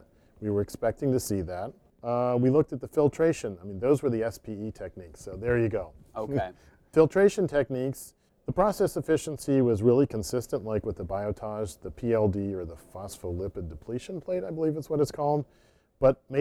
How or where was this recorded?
busy venue